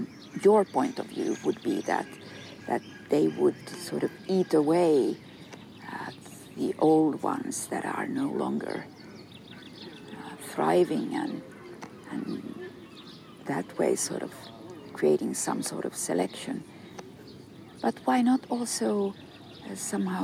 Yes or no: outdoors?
yes